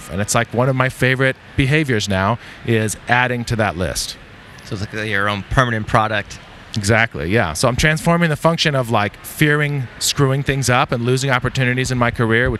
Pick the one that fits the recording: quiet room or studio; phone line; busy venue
busy venue